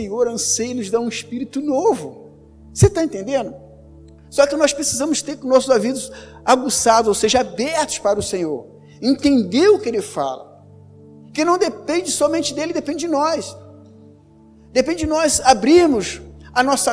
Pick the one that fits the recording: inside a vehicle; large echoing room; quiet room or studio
large echoing room